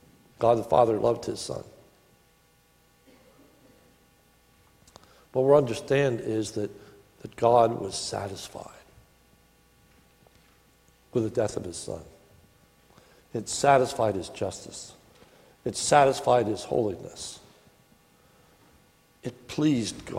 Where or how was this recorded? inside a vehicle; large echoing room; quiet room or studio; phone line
large echoing room